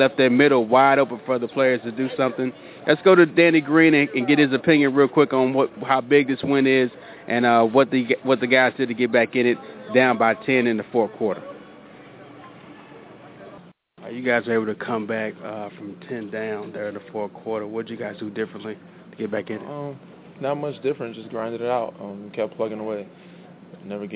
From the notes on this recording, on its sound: Live from San Antonio. Live from the AT&T Center in San Antonio.